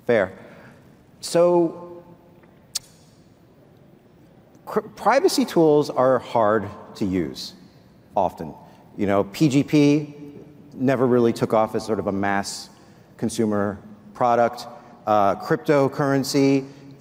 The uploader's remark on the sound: At a Consensus panel from Austin, Texas